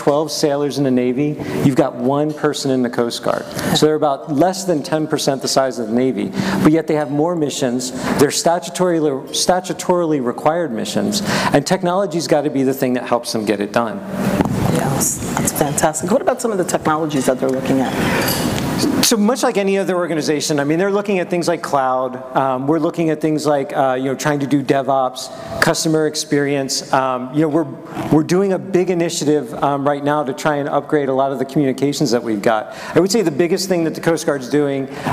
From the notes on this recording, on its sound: At ACT-IAC’s Emerging Technology and Innovation Conference